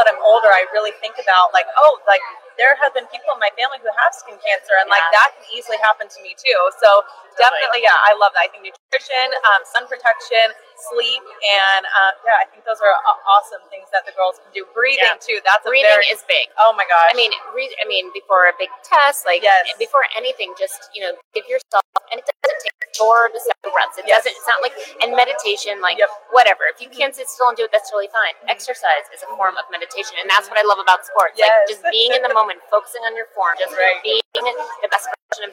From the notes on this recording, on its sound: live at the Dermveda Integrative Skin Care Wellness Fair from the Sheraton Grand Sacramento